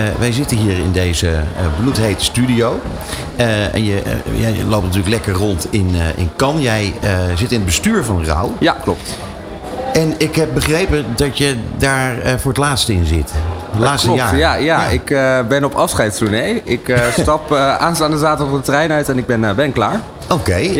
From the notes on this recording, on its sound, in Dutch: De uitzendingen vinden plaats vanuit de Embassy of Dutch Creativity, de handelsmissie van de Nederlandse creatieve industrie tijdens het 70ste Cannes Lions International Festival of Creativity.